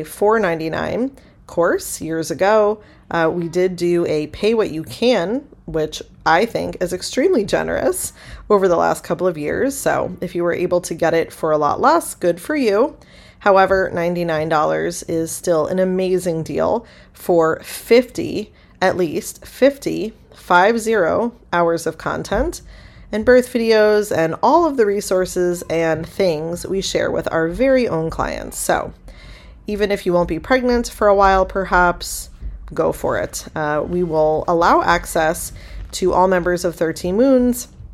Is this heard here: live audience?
no